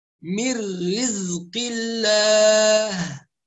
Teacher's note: وطبعا ازاي بعد الراء محتاجه ضبط، فحرف الزاي مجهورة، الزاي مجهورة ما فيش فيها نفس، فمن الخطأ ان احنا نقول رزقي، وده بنسمعه كتير جدا، من رزق الله، لا لا يصح، من رزقي. وطبعا الصفير صفة قوة، فلازم نضغط بقوة على مخرج الزاي